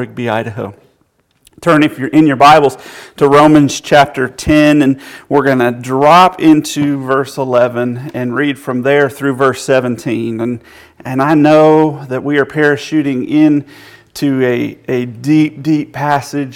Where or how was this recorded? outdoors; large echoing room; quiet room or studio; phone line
large echoing room